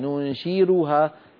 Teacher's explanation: إن قرأت لورش تقرأها بالراء وترققها